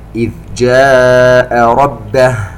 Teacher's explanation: عندنا مد متصل في كلمة جاء يمد بمقدار أربع حركات